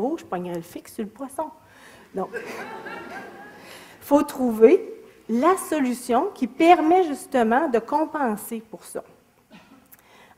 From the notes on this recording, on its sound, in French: Extrait de la conférence. Au cégep de Sainte-Foy.